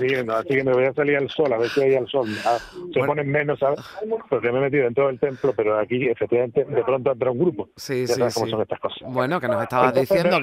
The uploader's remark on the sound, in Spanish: en directo desde Deir El Bahari en Luxor